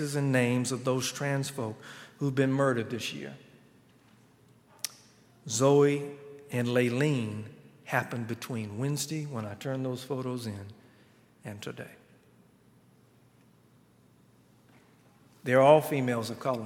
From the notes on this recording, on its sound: on Sunday, June 16, 2019, at Highland Baptist Church